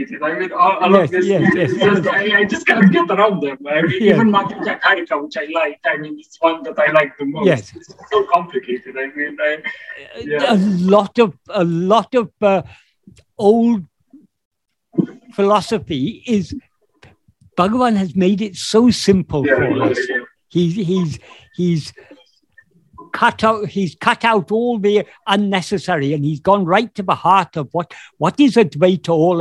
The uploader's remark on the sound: In a Zoom meeting on 18th May 2022